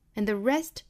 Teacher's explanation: 后面 and 尾部的省读，并且 and 做弱读